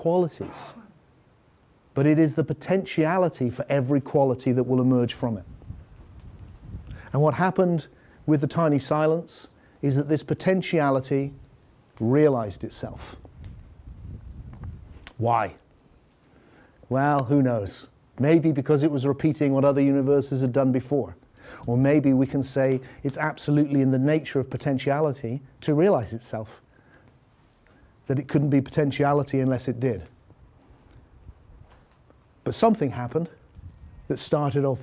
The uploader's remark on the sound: Filmed in the Fire Temple at Broughton Hall, Yorkshire during The Deep Awakening 2019 retreat.